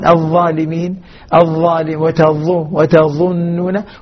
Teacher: بينما الظالمين أعطناها الرخاوة مع الاستعلاء والإطباق